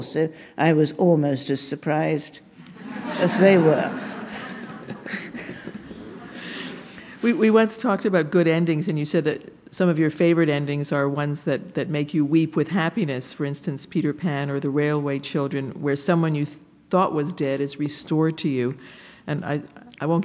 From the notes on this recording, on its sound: Recorded live at the Blue Metropolis International Literary Festival in Montreal.